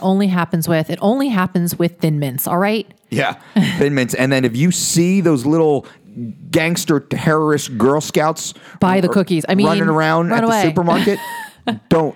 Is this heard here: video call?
no